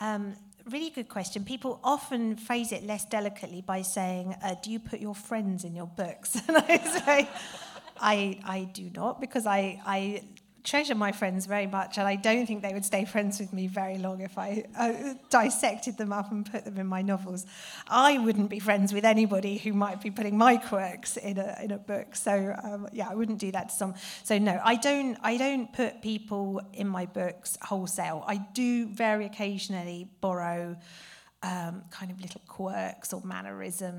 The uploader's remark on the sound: The Cuyahoga County Public Library, Parma Snow branch. Cuyahoga County Public Library for hosting and recording this amazing event.